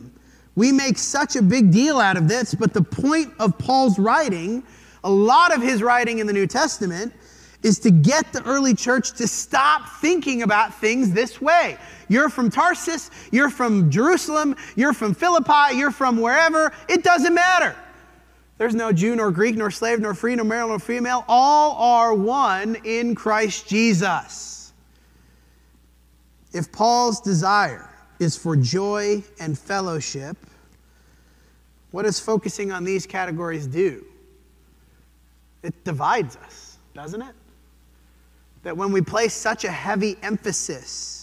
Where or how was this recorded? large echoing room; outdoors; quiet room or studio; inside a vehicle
large echoing room